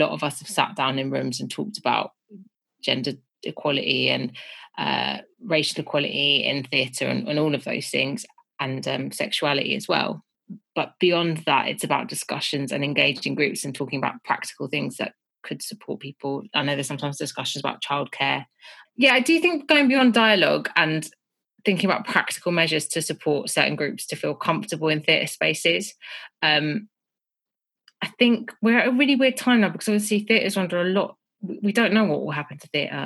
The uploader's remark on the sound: This episode was recorded over Zoom.